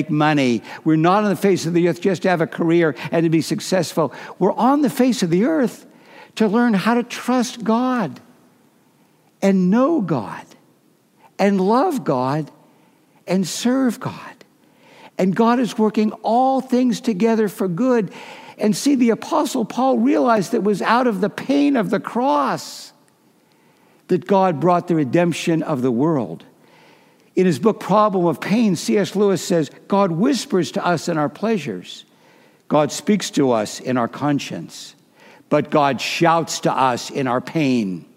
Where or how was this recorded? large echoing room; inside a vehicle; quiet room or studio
large echoing room